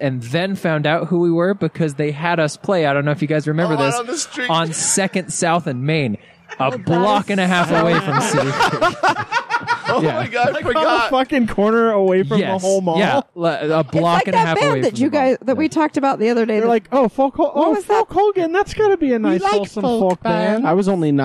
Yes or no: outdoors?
yes